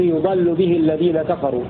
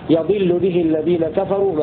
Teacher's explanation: قرأ حمزة والكسائي وحفص بضم الياء وفتح الضاد · Shown in: first take